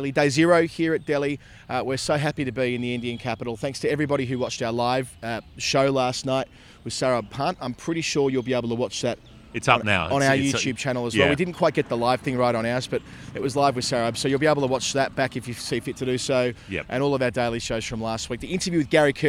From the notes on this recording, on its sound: India v Australia, 2nd Test, Delhi. When you get the chance to record an episode at the Feroz Shah Kotla Fort, one of the most impressive ancient structures in India, why not?